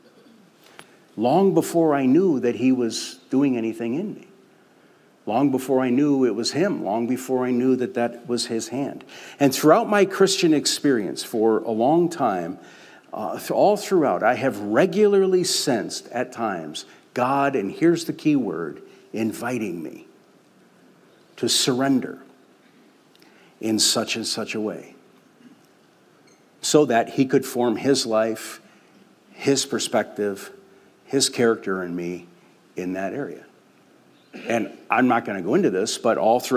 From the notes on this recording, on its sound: We invited the Oak Hills Community to share — open mic style. This podcast only includes the opening remarks.